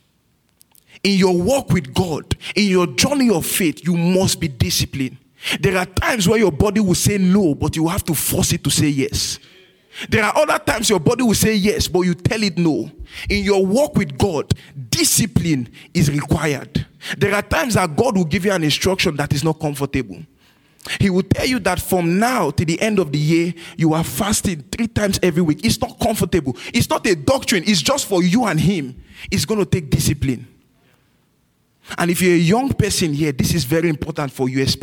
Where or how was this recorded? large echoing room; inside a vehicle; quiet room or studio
large echoing room